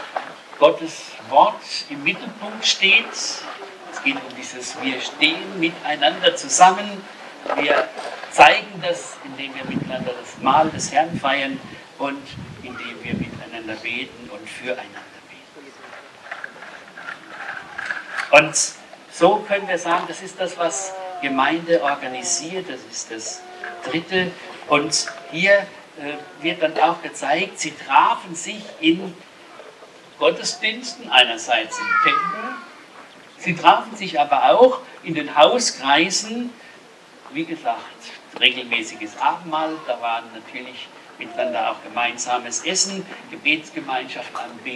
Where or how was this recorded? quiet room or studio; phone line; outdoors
outdoors